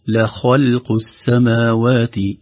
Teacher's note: اللام حرف رقيق، بعده الخاء حرف فخيم، ثم اللام، ثم القاف، فكان نقول ترقيق ثم تفخيم ثم ترقيق ثم تفخيم.